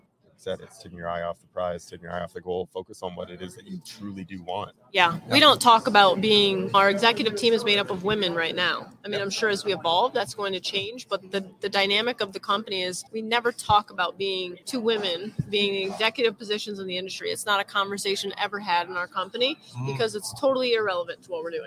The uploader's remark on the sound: We are so excited to announce that we are LIVE at the Profit Rocket Summit in fabulous Las Vegas, NV!